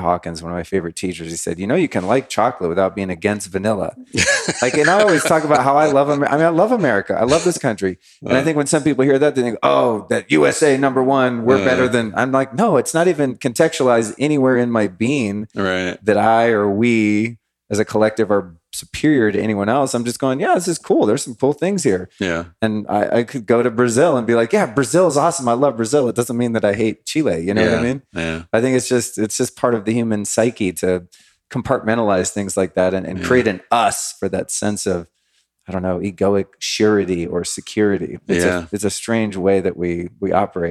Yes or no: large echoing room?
no